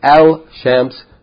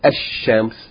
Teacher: the lam is merged into the first letter, the sun letter, which takes shadda to indicate that it's doubled · Shown in: second take · And instead of saying al-shams, we say ash-shams. · Term: idgham